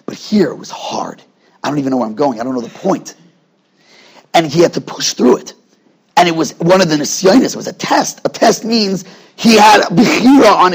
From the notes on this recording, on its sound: At Night Seder Thursday night. Shiur recorded in Yeshivas Ohr Reuven, Monsey, NY.